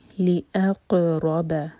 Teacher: اَقْ حمزہ light, قاف پر قلقلہ اور را ہیوی با لائٹ